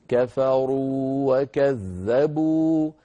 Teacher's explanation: نمد واو كفروا مدا طبيعيا بمقدار حركتين ولا ندغم · Term: حرف مد